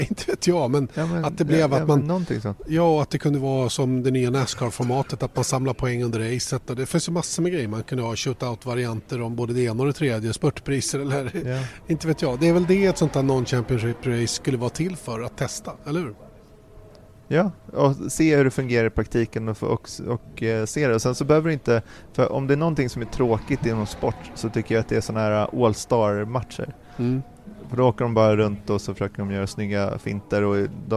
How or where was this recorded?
busy venue